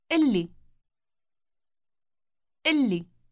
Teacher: Notice that this word has a doubled or long consonant. The letter L sound is pronounced as if it were two consecutive L sounds, one at the end of the first syllable and the other at the beginning of the next.